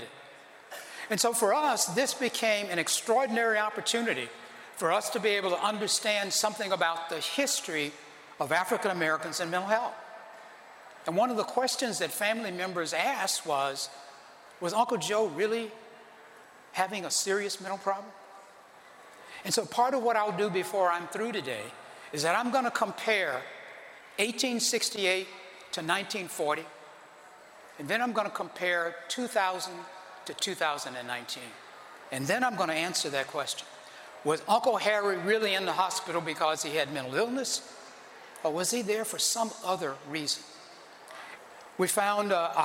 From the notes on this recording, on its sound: Central Texas African American Family Support Conference. Audience reaction to the information and personal testimony they shared.